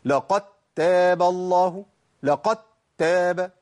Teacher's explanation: في بعض الناس بيعمل حاجه اسمها نبر بقوه على الدال